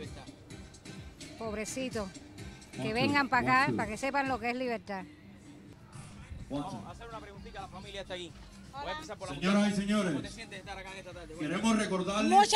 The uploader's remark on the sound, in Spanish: Entrevistas en el Free Cuba Fest 2020